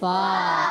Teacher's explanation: फा का मखरज है ऊपर वाले दांतों के किनारे जब नीचे वाले होंठ के तर हिस्से से लगते हैं तो अदा होता है फा